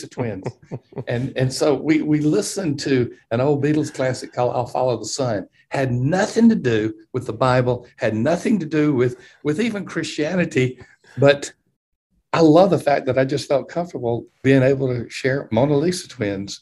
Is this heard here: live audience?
no